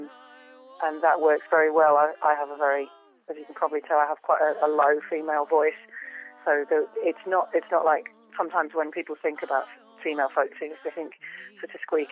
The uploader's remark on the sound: We spoke on the phone